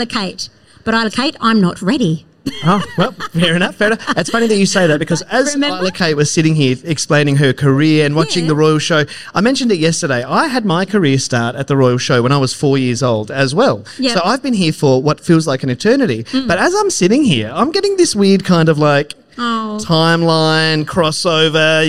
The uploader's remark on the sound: LIVE: Back At The Royal Adelaide Show! We were LIVE on the Goyder Stage across Tuesday and Wednesday (September 5 & 6).